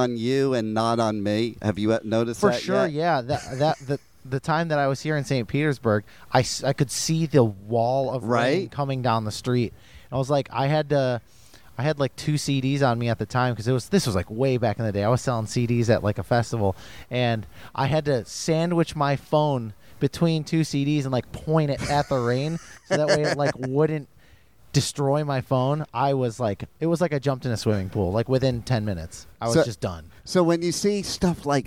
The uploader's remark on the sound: At the Welcome to Rockville festival. The iconic venue of the festival, the Daytona Speedway.